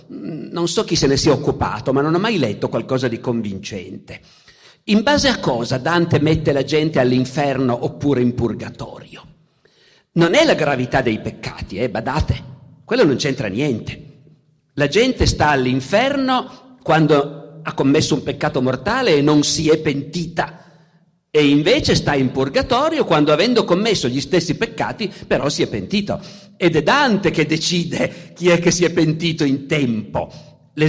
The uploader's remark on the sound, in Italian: Festival della Bellezza, 2021. Al Festival della Bellezza, edizione 2021, al Vittoriale.